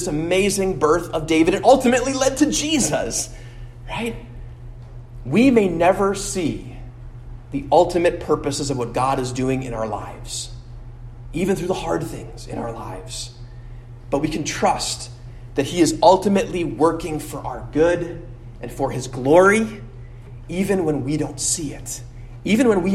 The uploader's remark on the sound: at Immanuel Lutheran Church in Pasadena, CA